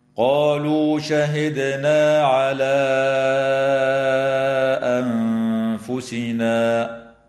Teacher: الدال الساكنة من كلمة شهدنا يجب أن تقلقل وصلا ووقفا · وتخفى النون الساكنة عند الفاء مع الغنة مرققة في كلمة أنفسنا